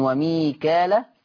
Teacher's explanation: في فرش الحروف عندي في الآية 98، في الآية 98 لفظ وميكال، وميكال حفص عن عاصم بيقرأ بألف، شايفين الألف اللي بعد الكاف، بالألف المادية من غير همزة بعدها، ما فيش همزة بعد الألف، من غير همزة بعدها فتصير مد طبيعي، فتصير مد طبيعي لما أوصلها، لكن لما أقف عليها تبقى مد عارض للسكون.